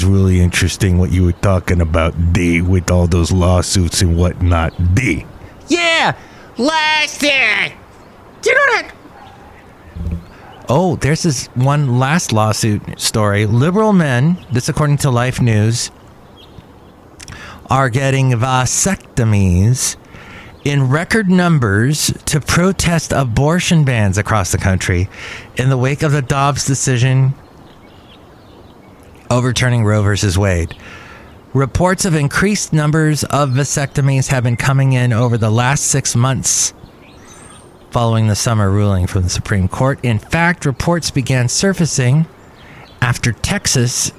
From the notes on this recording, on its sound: podcasts live from Cafe Anyway